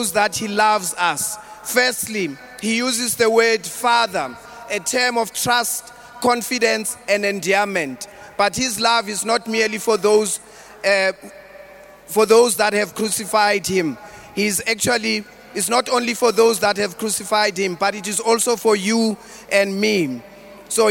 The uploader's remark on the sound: preached at the Good Friday Celebration 2023 hosted at Orlando Stadium on the 07th of April 2023.